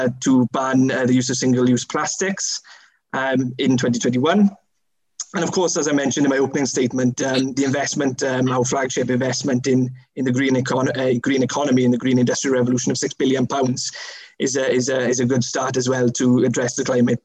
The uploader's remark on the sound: a recording of the online hustings event hosted by the Wellbeing Economy Alliance for Wales